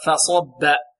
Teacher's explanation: الفاء هنا مرققة، فاء، والصاد مفخمة والباء مرققة · Term: مفخم بين مرقق